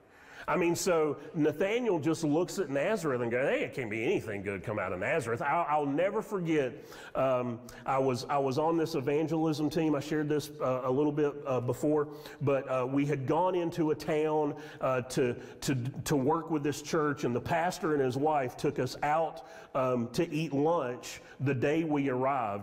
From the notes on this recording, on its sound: Sermon audio from Mission Church in Locust, NC.